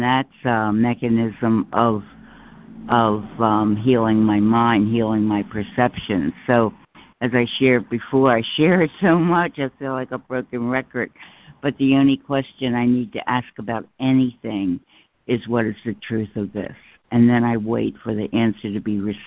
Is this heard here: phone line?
yes